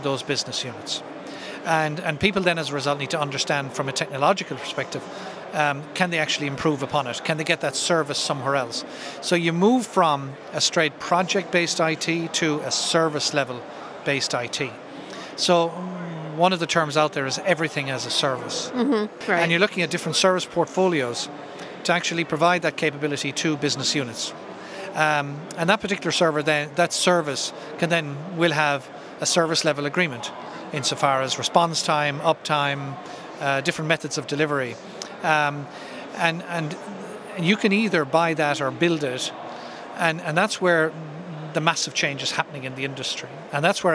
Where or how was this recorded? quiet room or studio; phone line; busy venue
busy venue